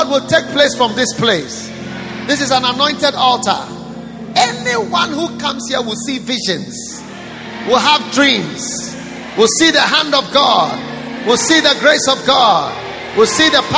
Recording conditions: large echoing room